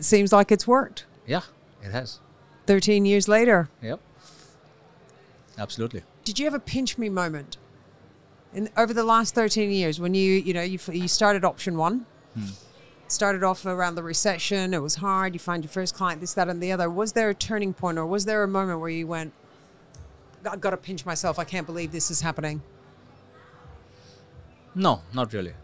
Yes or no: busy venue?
yes